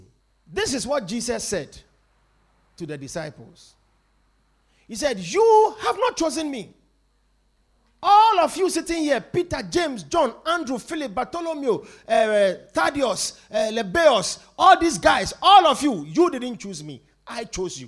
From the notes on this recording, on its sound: Preached at The Victory Secrets Service.